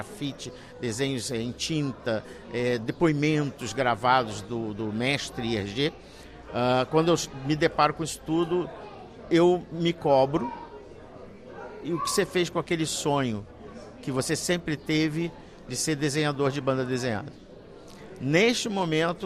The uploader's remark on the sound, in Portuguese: Gravada no Festival de BD de Beja em Junho de 2023.